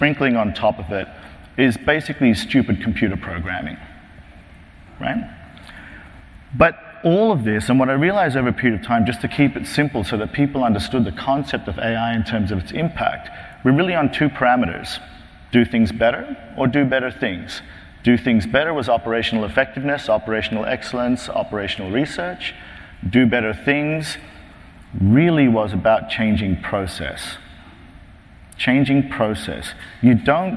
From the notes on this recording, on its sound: In this podcast, first presented at the 9th annual DPharm: Disruptive Innovations conference